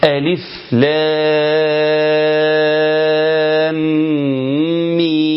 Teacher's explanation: قلنا ألف لا مد فيها، ألف لا هنا حرف المد اهو، يمد بمقدار 6 حركات · Term: مد لازم حرفي مثقل